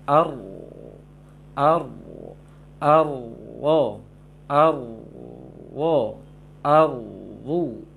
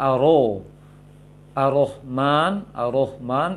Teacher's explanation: padat bunyi suara tersebut, gema suara itu tidak goyang dia, tapi padat di mulut, terisi semua bagian dari mulut dan menyempitnya tenggorokan ketika mengucapkan ro tebal. · Shown in: first take · Ar ar ar wo ar wo ar wu, jangan aro arohman arohman, itu masih longgar sebenarnya bagian dari mulut, tidak terisi oleh suara dengan padat suara di dalam mulut.